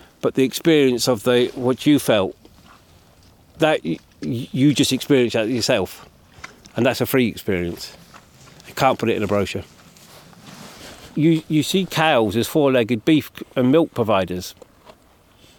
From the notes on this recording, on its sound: Out and about in one of Scotland's wildest regions. In this episode, we delve deeper into the West Highland Peninsulas for a chilly splash in Loch Sunart and a trip to the uninhabited conservation Isle of Carna.